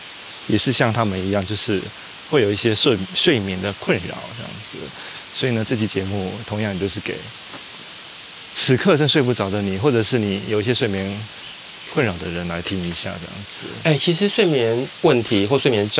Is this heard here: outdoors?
yes